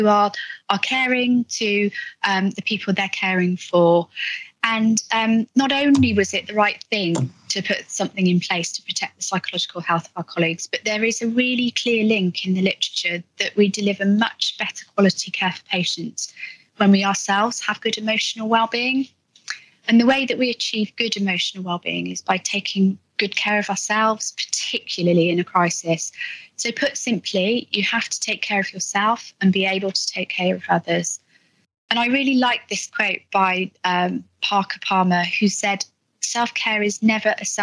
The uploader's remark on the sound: Live discussion at the Somerset Virtual Wellbeing Conference 2021. Supporting the Supporters LIVE. In a live discussion at the Somerset Virtual Wellbeing Conference 2021 on the SEW Colleague Support Line.